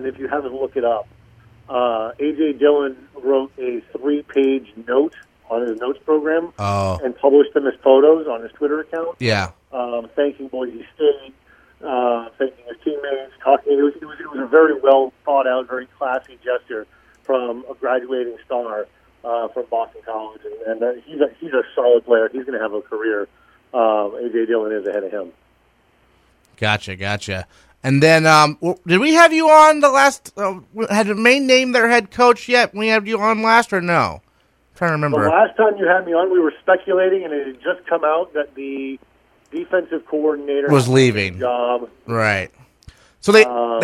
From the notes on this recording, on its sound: calls in to the B-List Daily